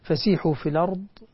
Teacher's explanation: نقل حركة الهمزة إلى اللام